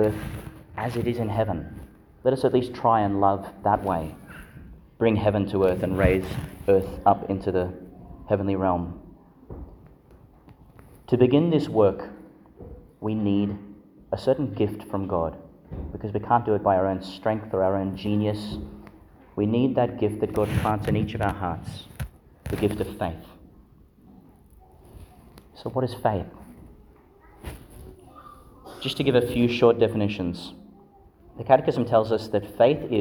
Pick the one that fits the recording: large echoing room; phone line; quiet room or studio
large echoing room